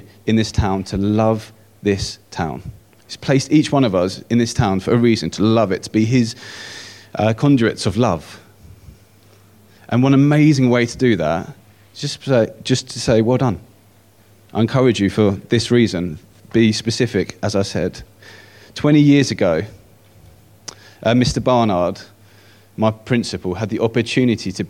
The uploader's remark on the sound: At King's Church, Cockermouth, as an audio file.